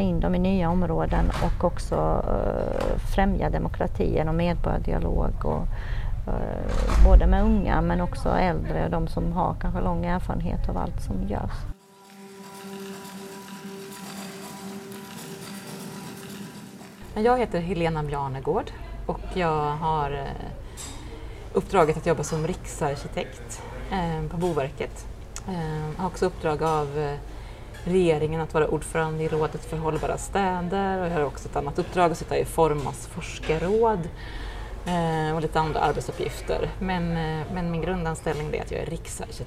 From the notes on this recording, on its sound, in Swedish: Poddavsnittet är inspelat under konferensen Gestaltad livsmiljö – Människan i fokus. Konferensen arrangerades av Region Blekinge som en del av Arkitekturveckan i Karlshamn hösten 2023.